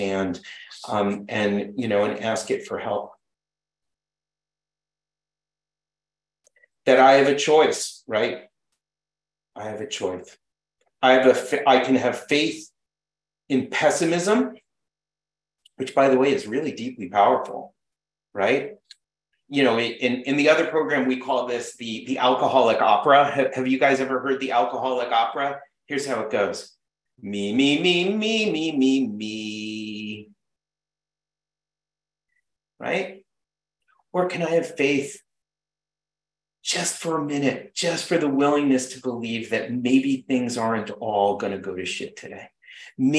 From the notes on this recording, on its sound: Recorded at the 100+++ Pounder Special Focus Meeting.